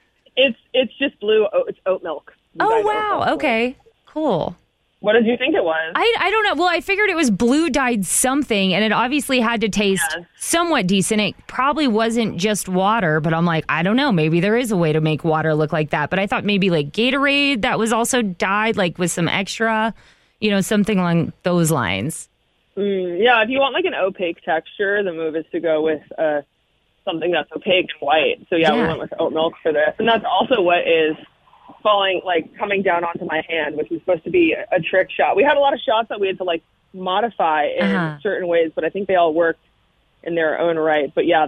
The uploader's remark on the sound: called in to chat